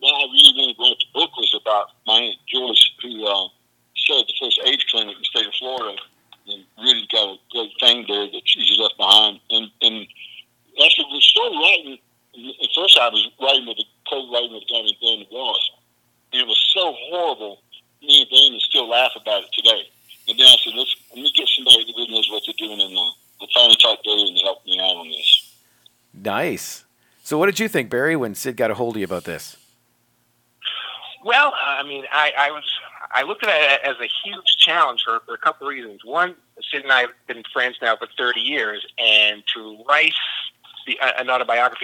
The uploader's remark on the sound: a 3 part phone call